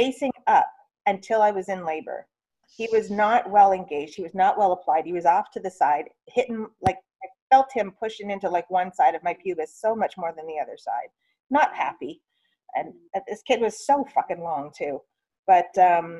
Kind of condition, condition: link, video call